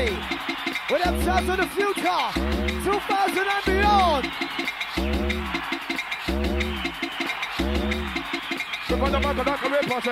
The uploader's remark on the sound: Recorded Live At ‘Xmas Party’